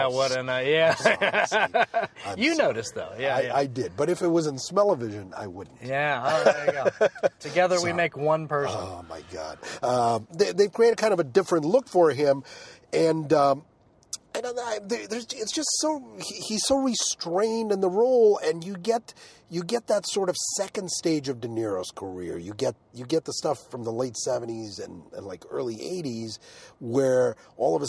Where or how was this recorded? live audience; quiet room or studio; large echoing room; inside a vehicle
inside a vehicle